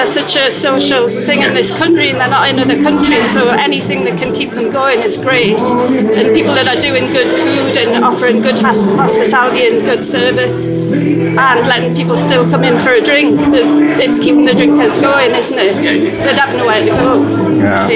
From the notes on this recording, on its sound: In a special recording of the Lock In podcast, live at the Estrella Damm Top 50 Gastropubs event recently.